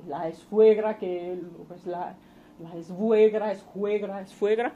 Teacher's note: la epéntesis de un elemento fricativo en el nexo sue, o sea, la esfuegra, que pues la esfuegra, la suegra, ¿no?